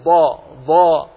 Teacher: فالضاد من حافة اللسان مع الأضراس